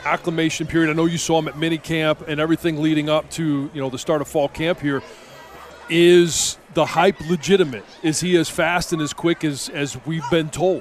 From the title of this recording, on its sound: Live From Lions Training Camp